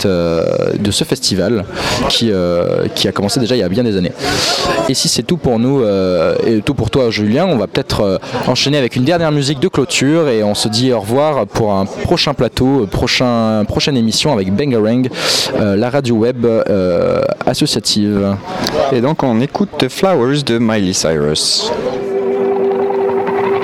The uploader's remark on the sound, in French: Plateau en direct lors de la Fête de la BD à Alès, 6e édition.